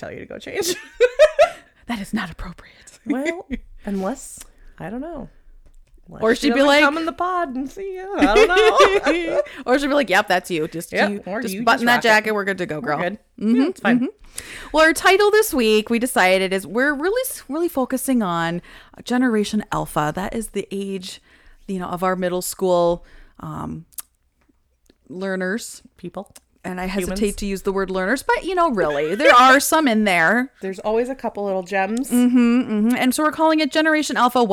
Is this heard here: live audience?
no